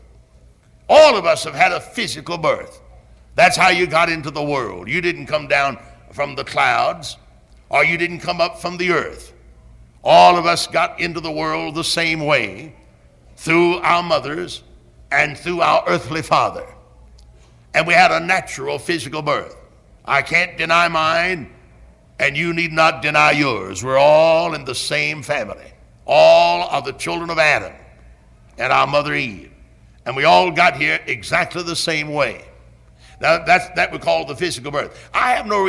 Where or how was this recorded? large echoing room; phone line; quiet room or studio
large echoing room